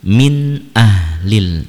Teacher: nunnya dibaca jelas tanpa dengung